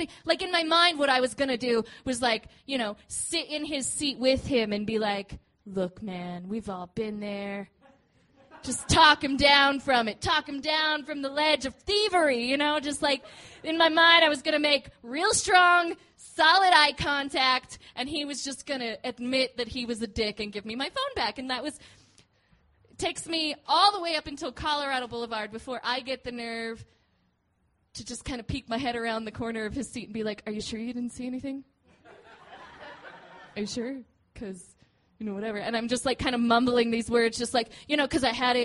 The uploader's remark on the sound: These stories were recorded at The Deer Pile on September 19th, 2013 by our good friends at The Denver Diatribe .